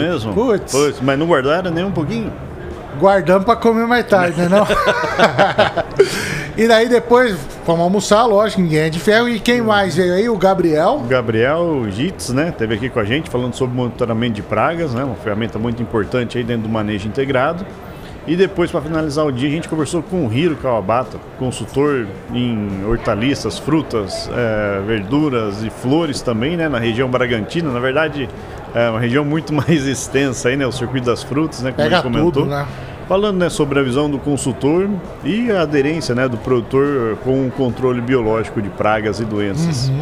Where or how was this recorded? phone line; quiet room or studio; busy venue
busy venue